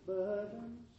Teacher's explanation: It's almost like the vowel is completely disappeared